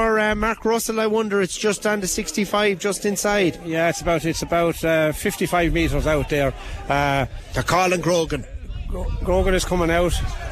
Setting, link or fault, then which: setting, busy venue